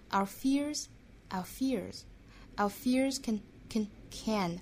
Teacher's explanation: our 这个词也是要弱读的，我们读成 r 要把这个卷舌音读出来，虽然是弱读啊，卷舌音也要有的